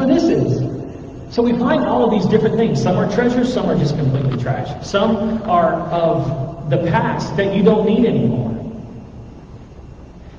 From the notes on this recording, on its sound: THERE WAS AN AUDIO PROBLEM THIS WEEK